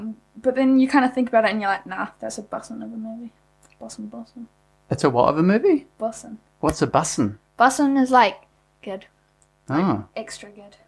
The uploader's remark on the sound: there is a bit of a buzz about this episode, and no not in the sense of hype or interest, just in the sense that my microphone was playing up, and there was weird static